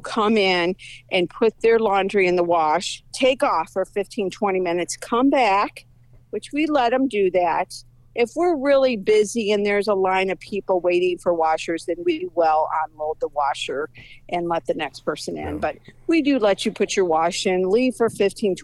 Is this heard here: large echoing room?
no